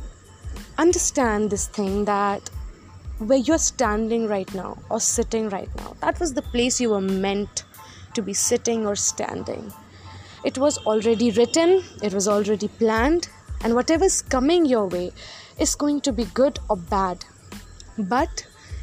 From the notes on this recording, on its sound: Apologies for the background noises in this Pod.